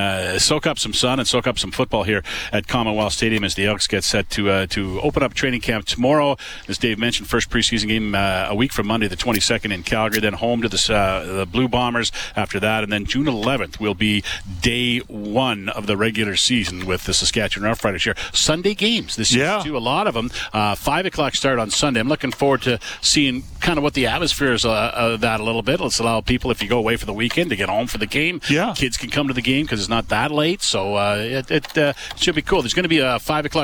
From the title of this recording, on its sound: LIVE from Commonwealth Stadium